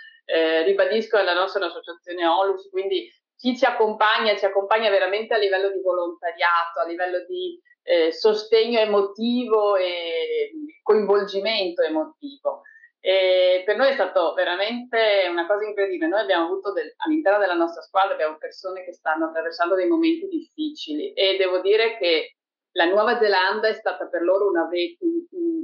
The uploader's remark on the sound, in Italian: Ci scusiamo per la qualità audio del collegamento.